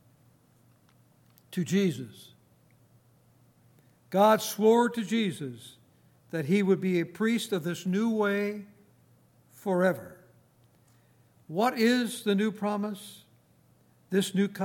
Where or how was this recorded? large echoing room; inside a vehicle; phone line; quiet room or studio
large echoing room